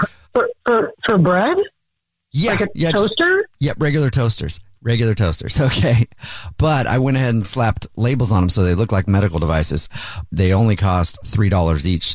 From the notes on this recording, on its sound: Phone Prank